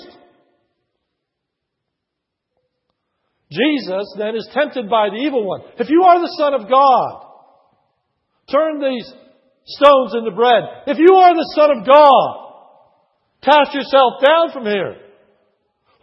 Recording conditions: large echoing room